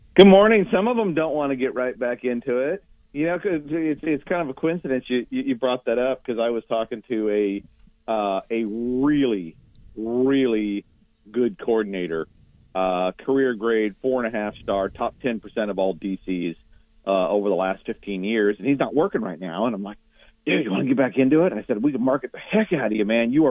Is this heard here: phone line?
yes